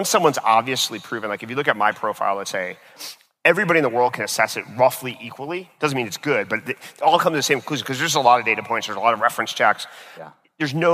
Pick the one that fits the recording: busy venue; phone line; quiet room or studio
busy venue